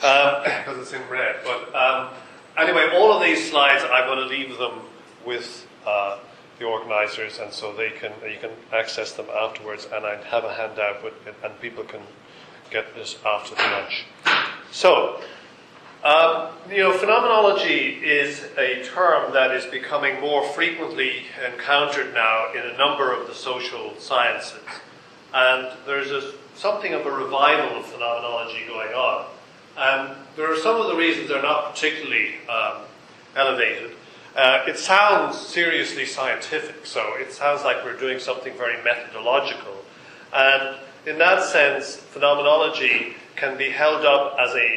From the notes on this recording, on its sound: This ‘from the archives’ recording is the first part of the keynote from “ Triangular Conference 2008”. The talk was recorded in-person with a live audience. In the UCD Lochlann Quinn Undergraduate School of Business, Belfield, Dublin, Ireland.